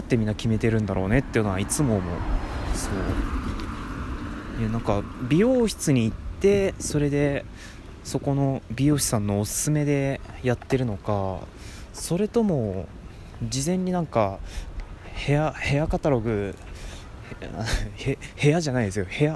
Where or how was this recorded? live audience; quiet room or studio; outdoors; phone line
outdoors